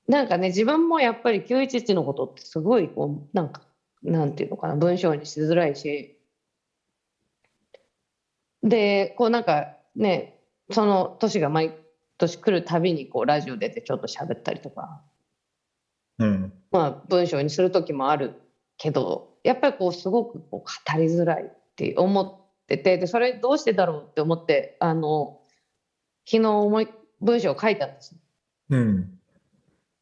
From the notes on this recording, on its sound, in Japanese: 本収録はビデオ会議サービス「Zoom」を使用し。一部聞き取りづらい箇所があります。